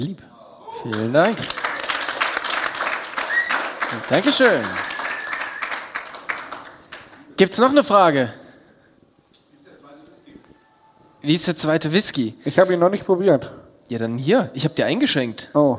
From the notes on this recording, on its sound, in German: LIVE PODCAST vom 4 Bikes Festival. Mal vor Live-Publikum aus einem Bunker beim 4 Bikes Festival.